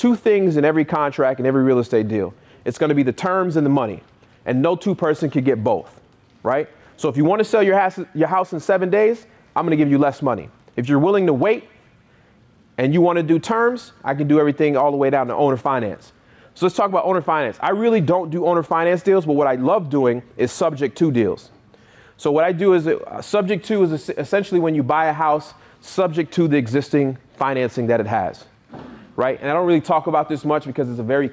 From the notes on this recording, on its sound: I gave a keynote speech in West Palm Beach, FL for the National Real Estate Investors Club annual meetup. I was able to answers even more questions after my talk.